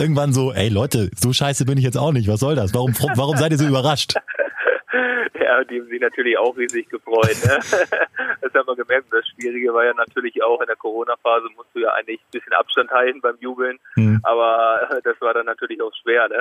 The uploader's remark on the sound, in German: am Telefon